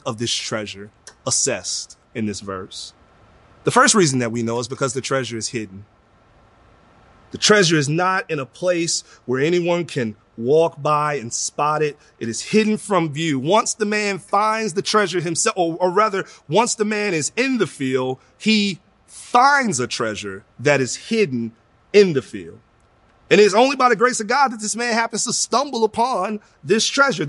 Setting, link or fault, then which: setting, large echoing room